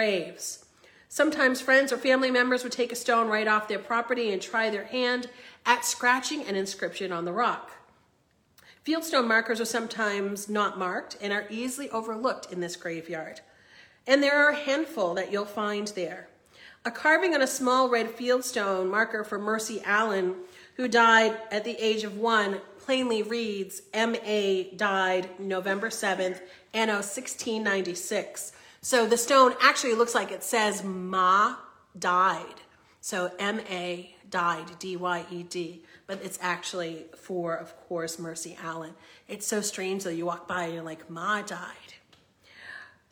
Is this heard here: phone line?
no